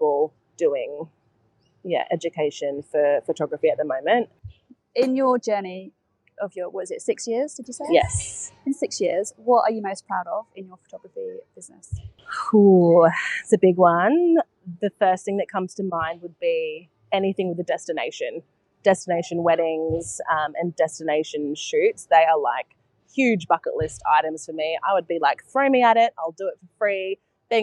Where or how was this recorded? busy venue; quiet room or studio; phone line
busy venue